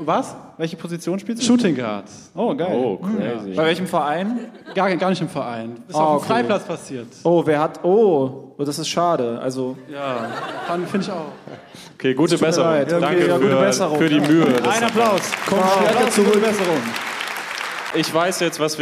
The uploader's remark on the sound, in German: Live aus Frankfurt. Der erste Tour-Stop der Live Podcast Tour liegt hinter uns. An die, die Live dabei waren: Nicht wundern, es wurde ein bisschen rausgeschnitten.